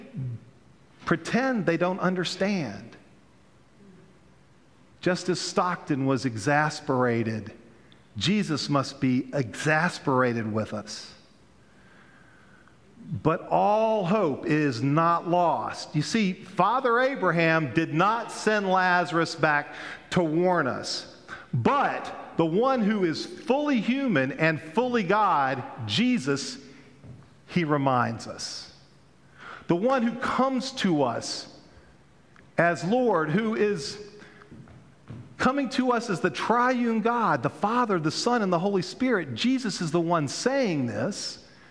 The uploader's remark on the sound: Pender UMC Contemporary Worship Sunday September 22, 2022